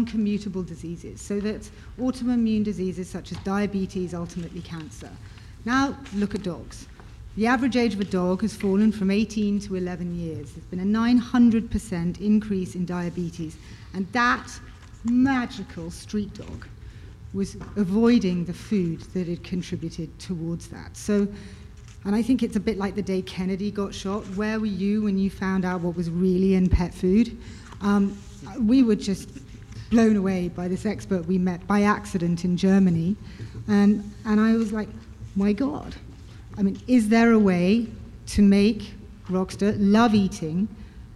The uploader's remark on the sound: BARK YOUR BIZ LIVE AT GLOBAL PET EXPO 2019.